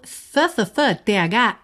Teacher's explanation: é a língua que vai lá para os dentes de cima